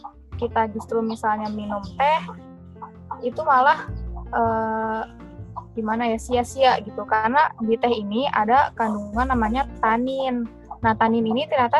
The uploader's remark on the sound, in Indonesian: Maaf suara tidak bagus karena record melalui zoom